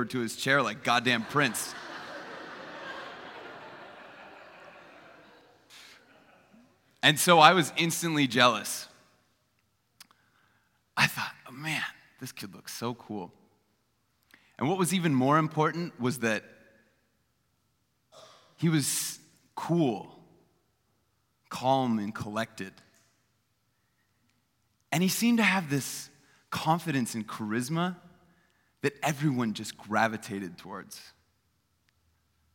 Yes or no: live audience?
yes